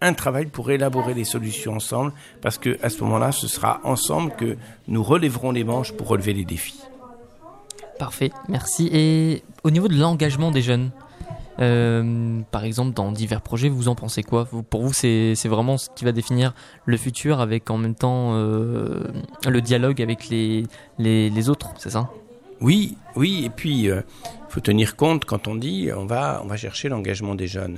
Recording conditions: busy venue